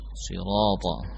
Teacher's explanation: Dengan menebalkan huruf ra yang fathah